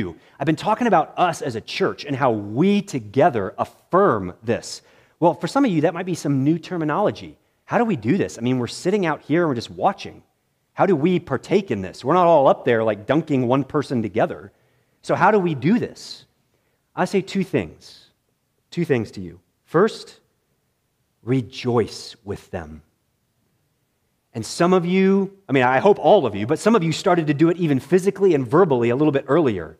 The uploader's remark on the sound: This message was preached in the morning worship service at Bethany Baptist Church